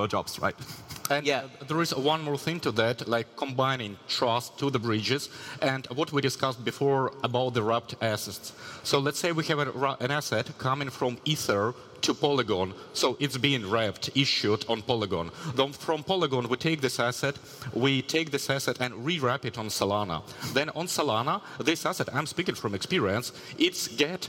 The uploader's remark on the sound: Live from Breakpoint 2021